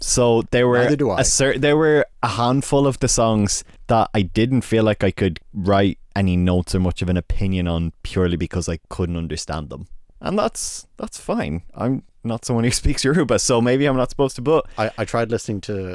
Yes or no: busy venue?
no